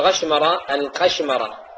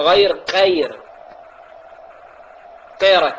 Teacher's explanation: معروف عند كثير من أهل الخليج ينطقون الغين قافا